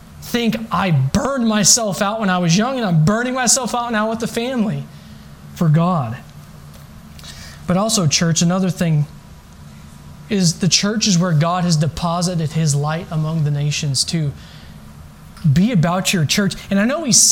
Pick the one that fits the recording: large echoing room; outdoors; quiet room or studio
large echoing room